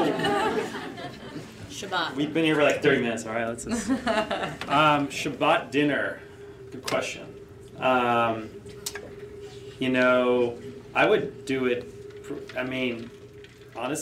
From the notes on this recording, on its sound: is a recording of We Met At UJA, our live panel event